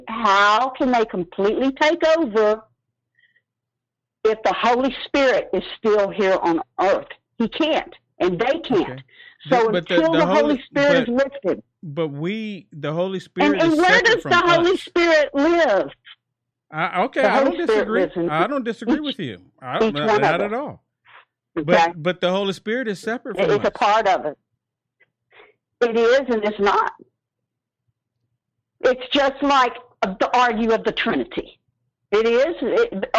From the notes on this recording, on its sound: The callers that call